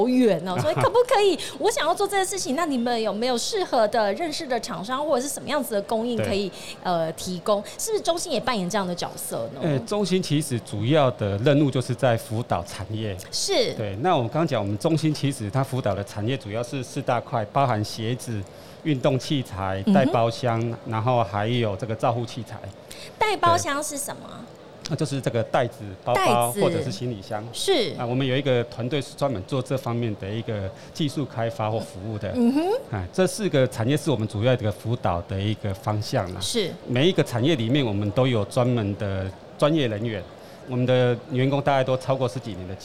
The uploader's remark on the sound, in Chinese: 2022 Medical Taiwan台灣國際醫療暨健康照護展 -Live Podcast